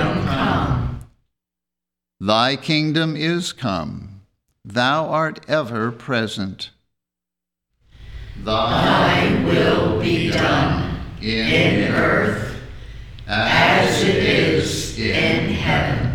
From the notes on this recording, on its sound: The Sunday service audio